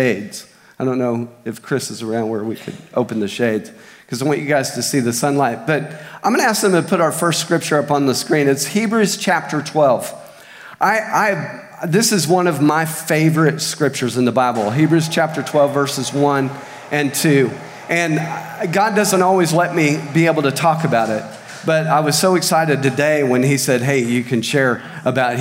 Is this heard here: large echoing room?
yes